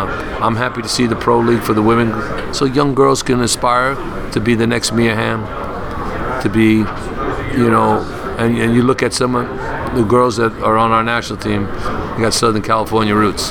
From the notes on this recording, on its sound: was recorded live last week at the United Soccer Coaches Convention in Kansas City